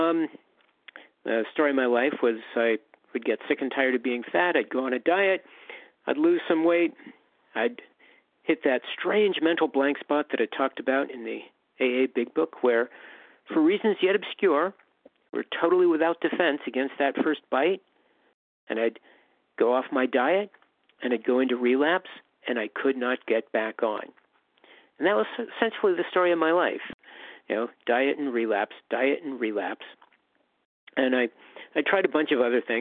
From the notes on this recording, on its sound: from the 100 Pounders Phone Meeting